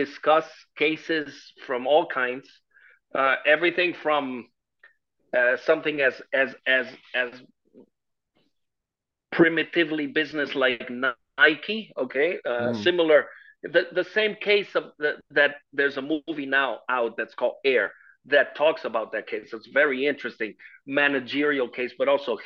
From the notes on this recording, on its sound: This interview was recorded on 1st June 2023 via Zoom.